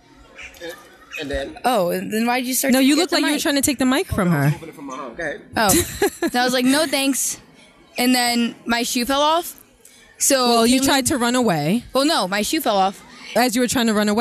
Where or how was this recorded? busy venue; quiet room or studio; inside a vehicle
busy venue